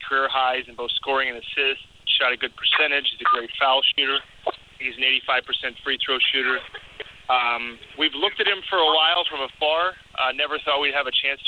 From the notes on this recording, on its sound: Conference Call